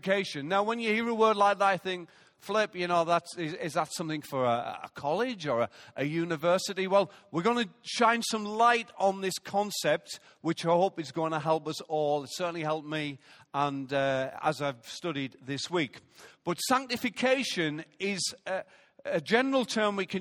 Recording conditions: large echoing room